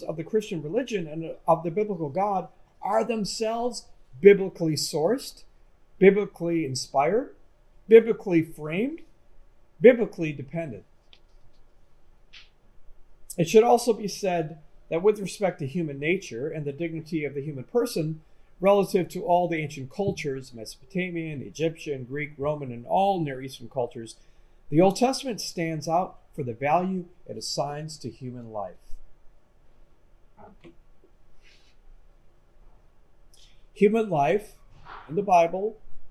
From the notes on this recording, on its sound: This lecture was given on January 31, 2023, at Yale University.